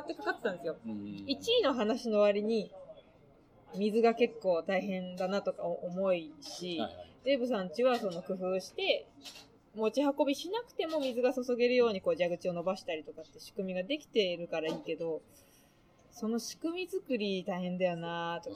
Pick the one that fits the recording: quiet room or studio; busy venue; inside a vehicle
busy venue